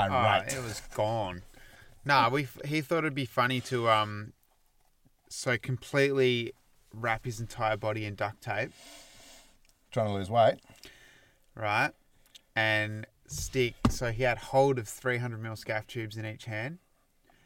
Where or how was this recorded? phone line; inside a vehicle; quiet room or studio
inside a vehicle